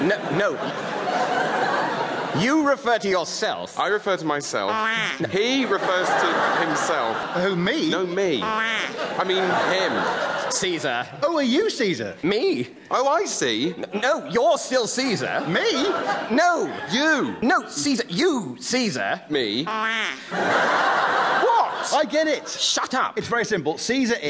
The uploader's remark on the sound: performing in front of a live audience